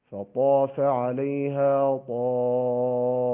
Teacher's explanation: فطاف، طاء مفخمة، وفي أقوى حالات التفخيم، فالطاء عندما يكون أحد حروف التفخيم مفتوحا وممدودا يكون في أقوى حالات التفخيم.